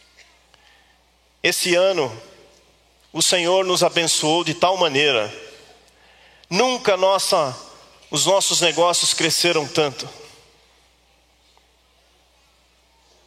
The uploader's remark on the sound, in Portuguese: Culto ao vivo IBMorumbi